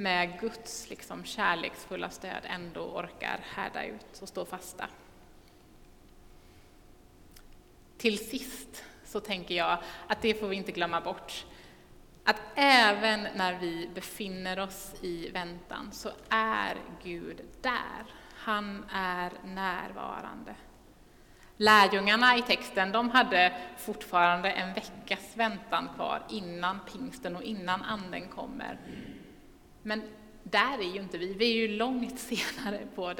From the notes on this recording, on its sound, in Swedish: Inspelning från Immanuelskyrkan Skövde.